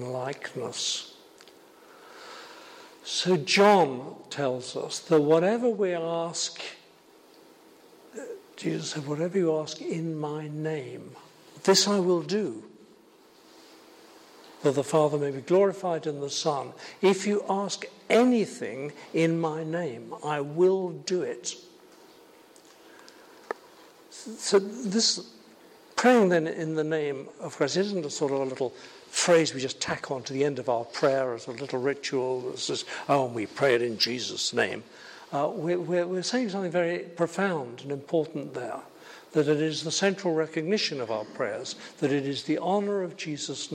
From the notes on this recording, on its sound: held at Highfield Church Southampton, Sunday 23rd July 2017